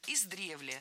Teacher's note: В этом слове ударение ставим на второй слог.